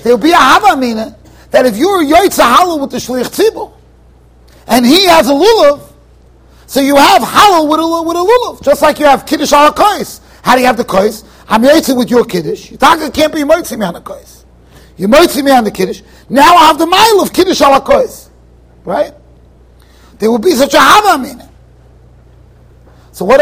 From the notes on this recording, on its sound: Shiur recorded in Yeshivas Ohr Reuven, Monsey NY